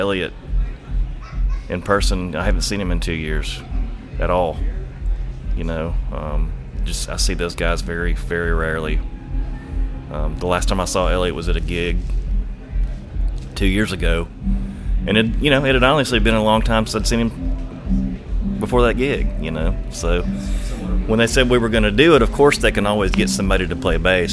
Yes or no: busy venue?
yes